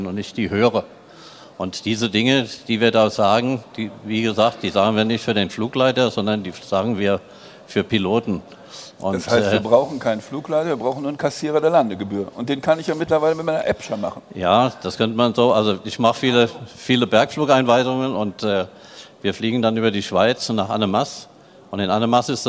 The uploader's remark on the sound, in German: Podiumsdiskussion auf der AERO 2019